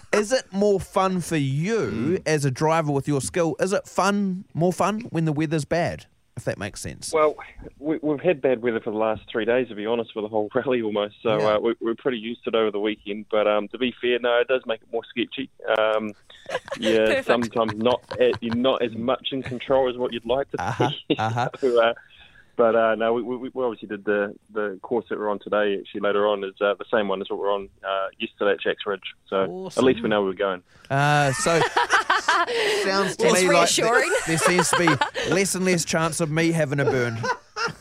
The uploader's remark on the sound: We are joined on the phone.